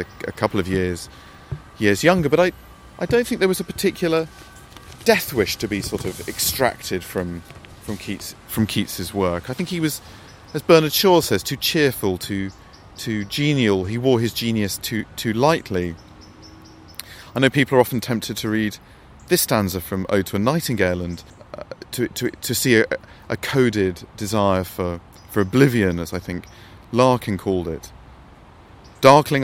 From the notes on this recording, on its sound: Recorded in Rome’s Cimitero Acattolico. Recorded in 2014 beside the grave of John Keats.